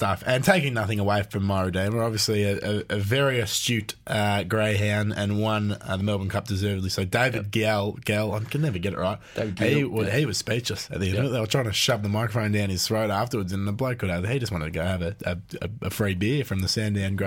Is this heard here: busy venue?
no